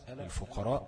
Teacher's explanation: في أنه لم يمد كلمة الفقراء